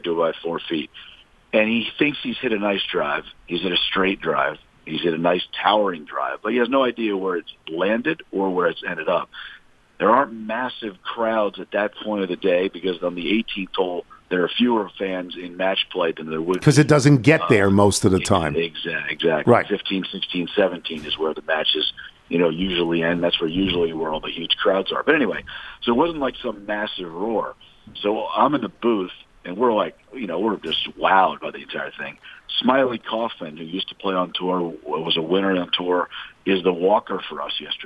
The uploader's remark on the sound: Phones.